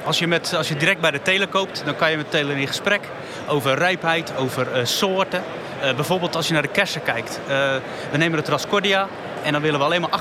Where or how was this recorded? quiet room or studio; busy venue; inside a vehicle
busy venue